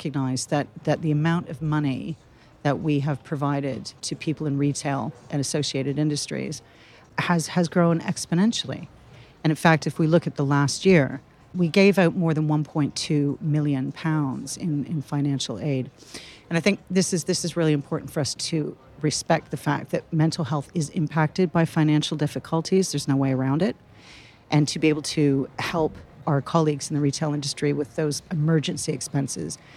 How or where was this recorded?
busy venue